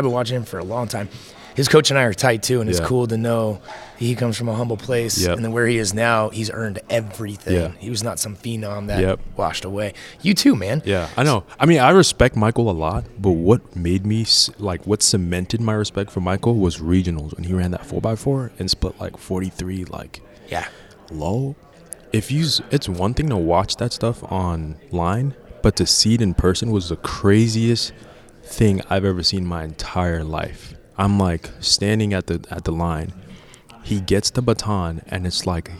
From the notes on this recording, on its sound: LIVE from Las Vegas! Live from Caesars Palace in Las Vegas.